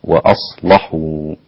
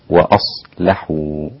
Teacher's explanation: قرأ وأصلحوا بتغليظ اللام فتصير هكذا وأصلحوا · Shown in: first take · والباقون مثل حفص وأصلحوا هكذا.